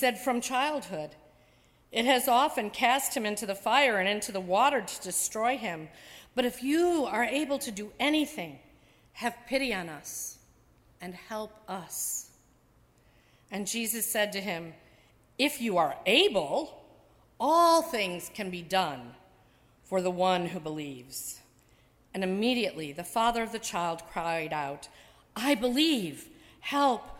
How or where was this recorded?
large echoing room